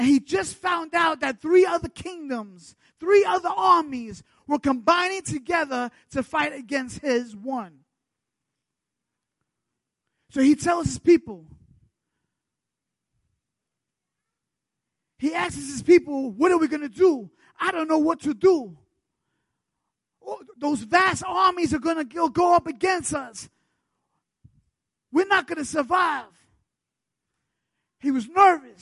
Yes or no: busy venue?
no